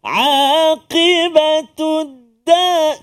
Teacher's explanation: Jadi sekali lagi, qaf jaga dan waqaf pada dar, ra tu kita tebal sebab sebelum dia huruf dal tu bari a dari atas. So dia bunyi tebal.